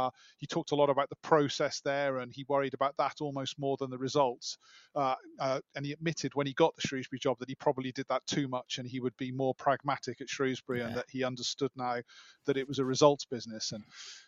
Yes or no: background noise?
no